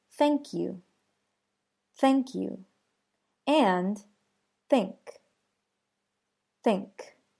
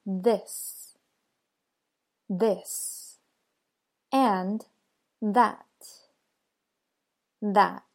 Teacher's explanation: So moving on, there are two ways to pronounce the TH sound. There's unvoiced and voiced. Both of these ways have the tip of the tongue positioned between your teeth.